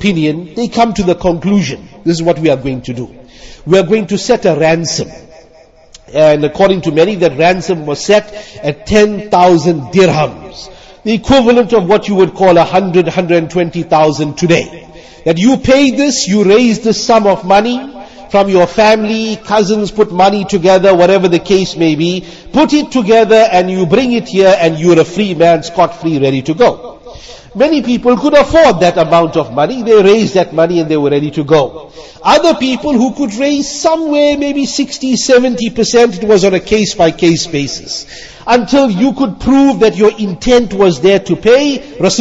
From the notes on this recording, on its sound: Jumuah lecture at Avondale Musalla 13 Jan 2023